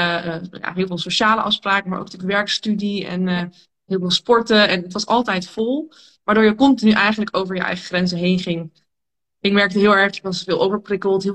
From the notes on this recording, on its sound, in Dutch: een gesprek dat ik live via Instagram had